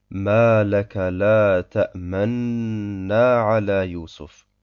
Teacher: runden wir die Lippen, wenn wir zur Shadda übergegangen sind, so lange, bis wir das zweite Nun mit dem Alif aussprechen wollen · Term: al-Ishmam